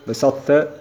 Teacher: والطاء الساكنة في التاء إضغاما ناقصا تظهر معه صفة الإطباق والاستعلاء دون القلقلة ولا تشدد في التاء، وسمي إضغاما ناقصا إذ لو كمل لقلبت التاء طاء وكان النطق بتاء واحدة مشددة، ولو كمل الإظهار لقلقلت الطاء.